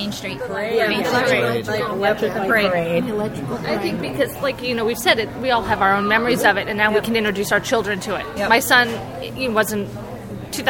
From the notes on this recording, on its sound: It was recorded live from Walt Disney World. It includes a roundtable panel with a number of Disney mom bloggers who were in town to cover the event.